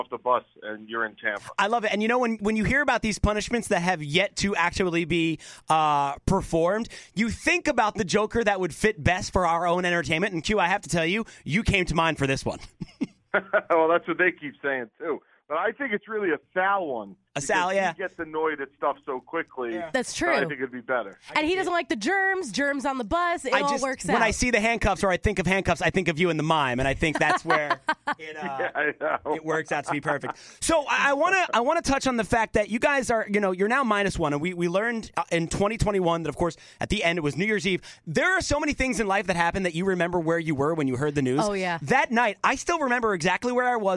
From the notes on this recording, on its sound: called into the show Thursday morning